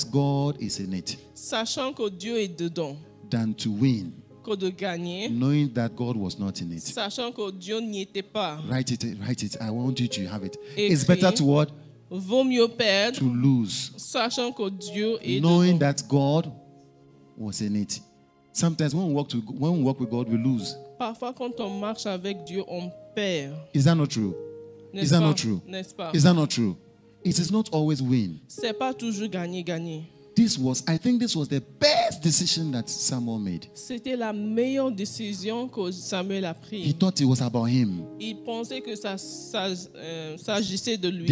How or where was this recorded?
large echoing room